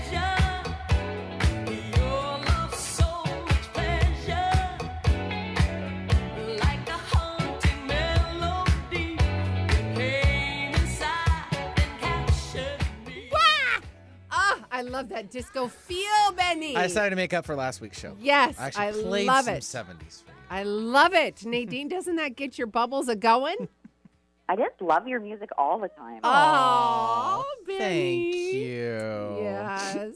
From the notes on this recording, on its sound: Listener calls + live readings!